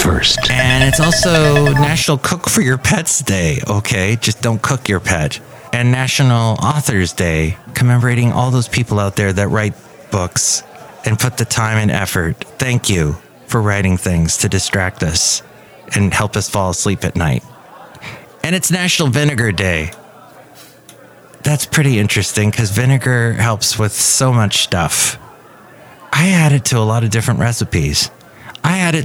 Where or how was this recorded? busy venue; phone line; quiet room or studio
busy venue